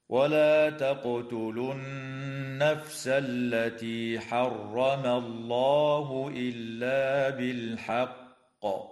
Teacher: تقلقل القاف في كلمة تقتلوا، وتغن النون المشددة في كلمة النفس، وتفخم اللام في اسم الله لوقوعها بعد فتحة.